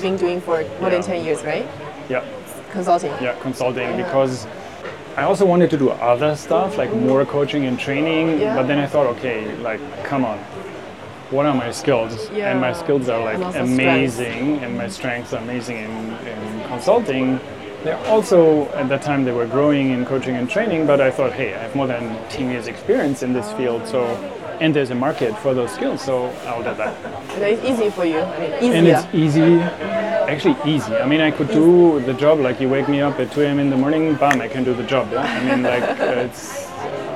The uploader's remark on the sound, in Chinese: 本期播客是在巴厘岛乌布的一家cafe录制，录音环境并不理想，且在最后的十分钟下起了倾盆大雨。